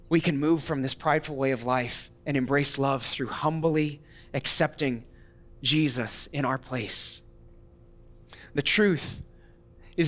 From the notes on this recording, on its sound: audio from New City Church in Champaign-Urbana, IL